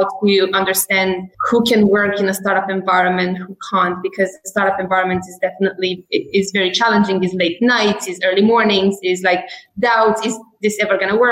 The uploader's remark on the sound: this episode was first recorded as a webinar in January 2020 and converted to a podcast